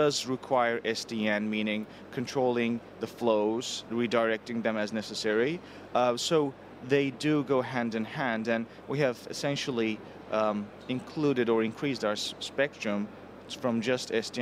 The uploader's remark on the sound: Live from MWC. In this archive of a livecast.